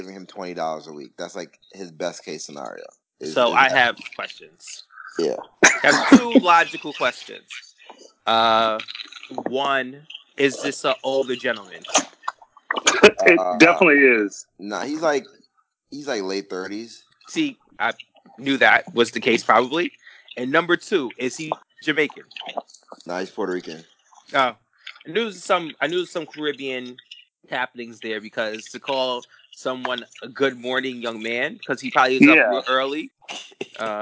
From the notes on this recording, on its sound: Sorry about the sound quality